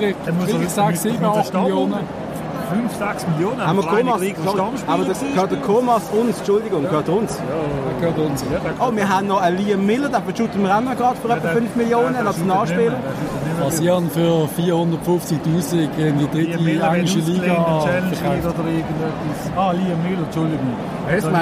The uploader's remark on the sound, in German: Diese Folge wurde aufgenommen in der gut besuchten Markthalle in Basel. Und, smart wie wir sind, haben wir den wohl lautesten Tisch im Zentrum des Geschehens ausgesucht. Trotz der Geräuschkulisse.